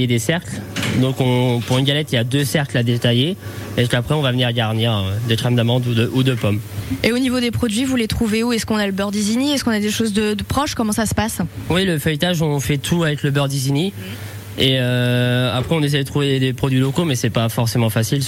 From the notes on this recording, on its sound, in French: Dégustation de galettes en direct à la boulangerie La Madeleine à St Pierre Eglise.